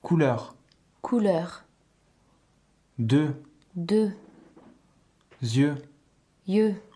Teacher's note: For EU, your mouth is round and you say E as in pit